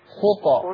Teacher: وأنا بقلقل الطاء في خطى أفك الشفة أفك الفك ما أقولش خطو خطى.